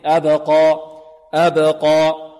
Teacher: القاف مفخمة والألف هذه بمقدار حركتين